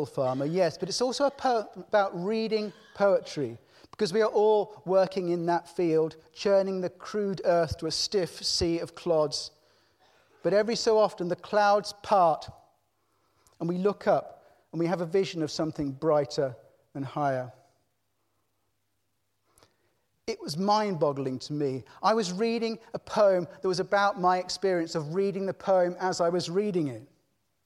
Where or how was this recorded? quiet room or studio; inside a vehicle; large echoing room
large echoing room